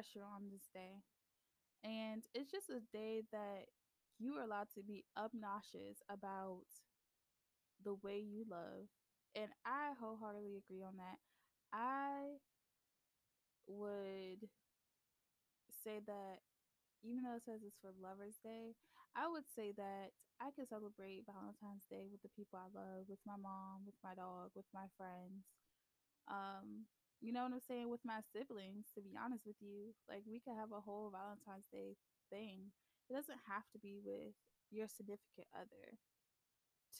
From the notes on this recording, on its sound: The Audio might be a little low, but bare with me y'all.